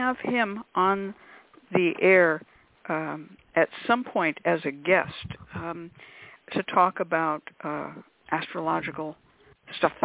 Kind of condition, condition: link, phone line